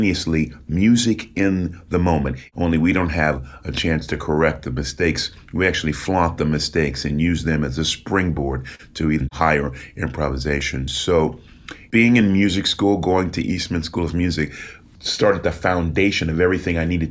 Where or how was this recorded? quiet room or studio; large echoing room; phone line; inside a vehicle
quiet room or studio